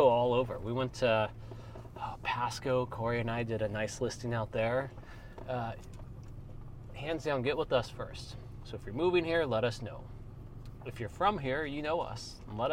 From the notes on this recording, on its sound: All while driving through the stunning landscapes of their latest grouse hunting escapade.